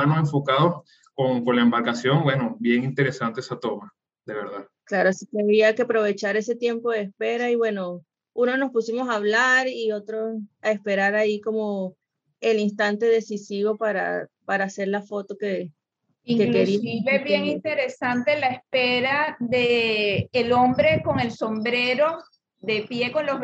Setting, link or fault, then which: link, video call